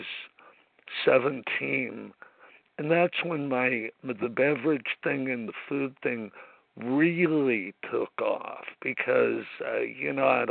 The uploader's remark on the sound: 100 Pounders Phone Meeting